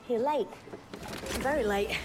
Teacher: they put a glottal stop in late